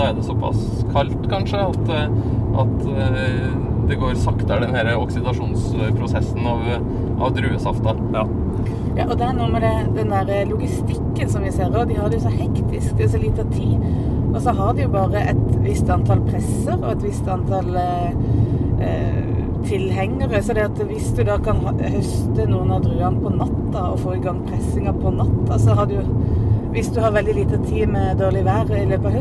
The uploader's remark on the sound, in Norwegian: Lyden er ikke helt super i denne episoden, men forhåpentligvis tåler du litt bilstøy. Det var nemlig så spennende å være med på innhøstingen at vi måtte ta opp podcasten mens vi kjørte bil... Dette er den andre av tre episoder fra vårt besøk i det franske vinområdet Jura.